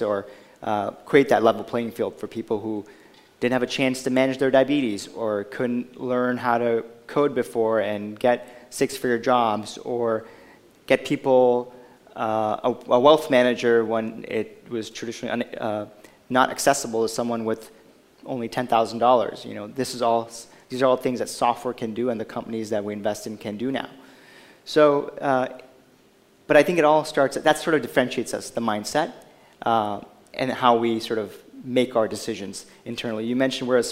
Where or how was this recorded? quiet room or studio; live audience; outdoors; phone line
live audience